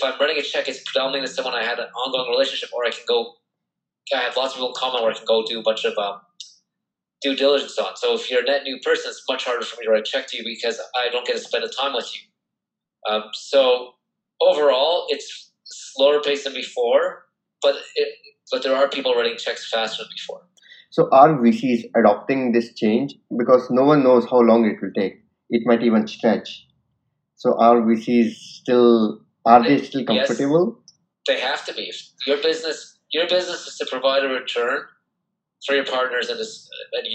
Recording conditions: video call